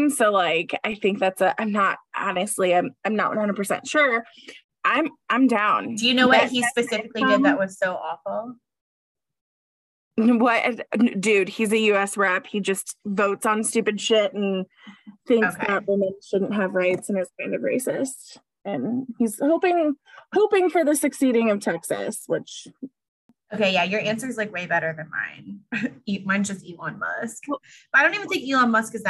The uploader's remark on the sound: do a Zoom call